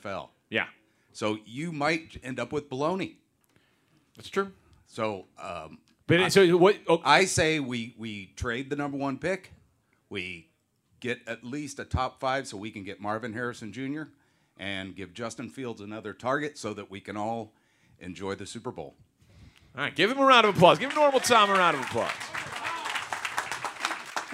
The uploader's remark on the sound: Held a special Bears QB1 Town Hall with a live audience.